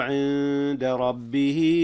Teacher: إخفاء هنا أيضا جاء يا أستاذنا، أخفيت النون قبل الدال إذ الدال من حروف الإخفاء